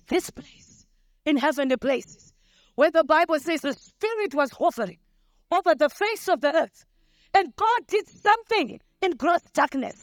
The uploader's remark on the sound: Oasis Family Church - Doing Life Together. The Sunday Service Sermon was recorded on the 16th of July 2023.